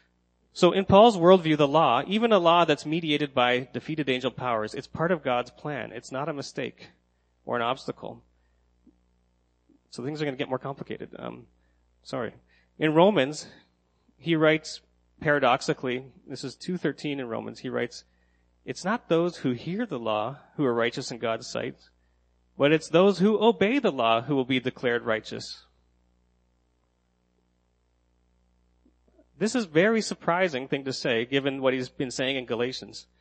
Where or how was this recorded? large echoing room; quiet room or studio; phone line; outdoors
large echoing room